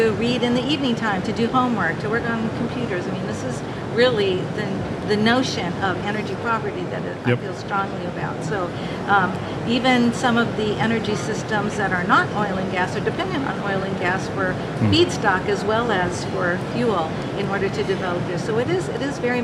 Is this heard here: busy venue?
yes